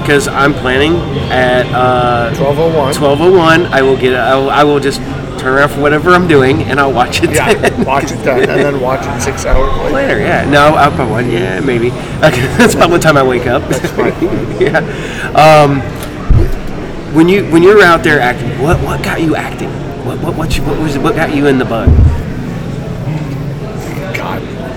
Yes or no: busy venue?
yes